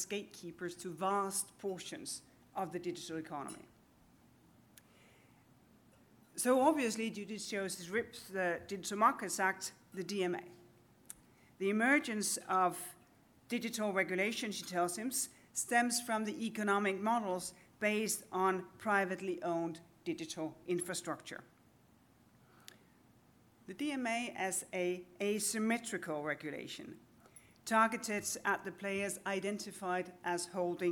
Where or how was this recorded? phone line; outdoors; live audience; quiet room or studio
live audience